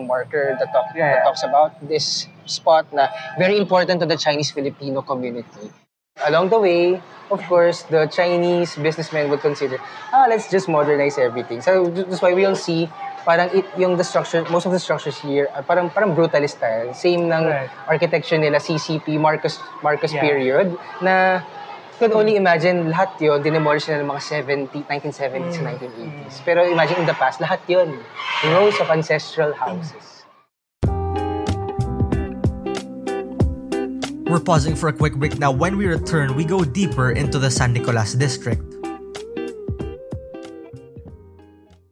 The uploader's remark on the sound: A walking tour of San Nicolas.